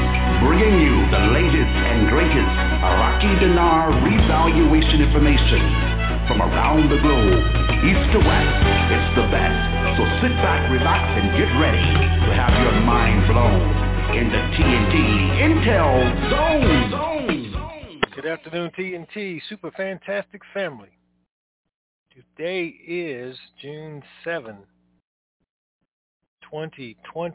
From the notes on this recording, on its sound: TNTSuperfantastic Conference Call